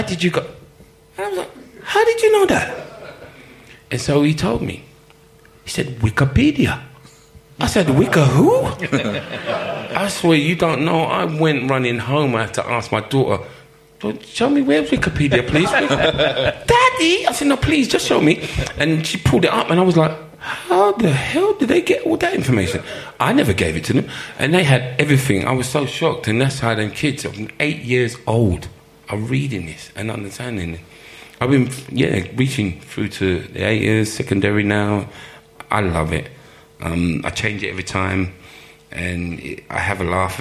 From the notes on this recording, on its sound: Recorded live with a select audience of Chelsea faithful